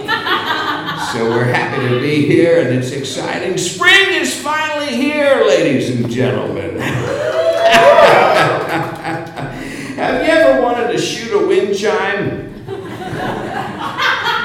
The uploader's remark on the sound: live episode, recorded April 2nd at The PIT in New York City